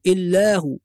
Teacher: أيضا كلمة هو لما نقف عليها بعض الناس تقول إيه إلا هو، يعني يلغي الواو، ينطق الهاء فقط بدون واو، إلا هو، وده خطأ، إلا هو.